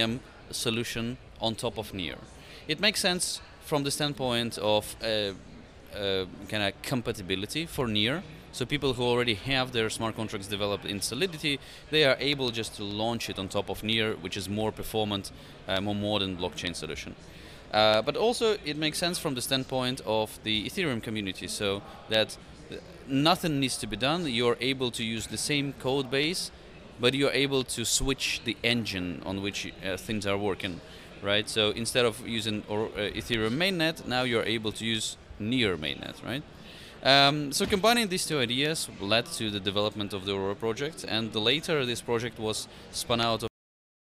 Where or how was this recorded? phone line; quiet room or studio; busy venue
busy venue